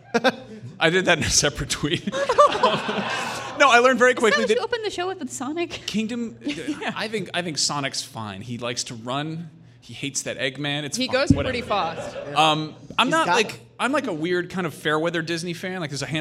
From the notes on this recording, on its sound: This episode of Beyond was recorded in front of a live audience!